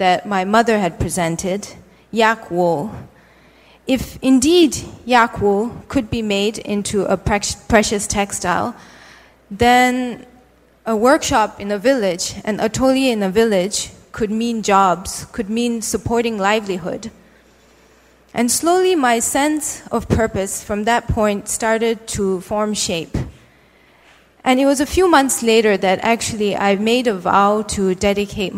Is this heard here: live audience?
yes